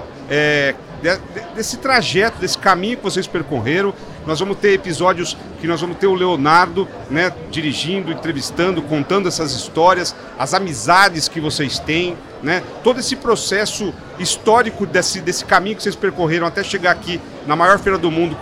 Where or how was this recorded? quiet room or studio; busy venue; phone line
busy venue